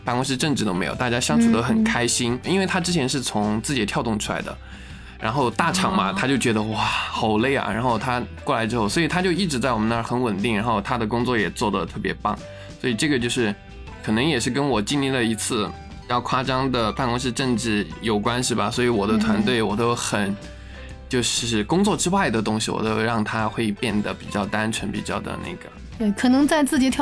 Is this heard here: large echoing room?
no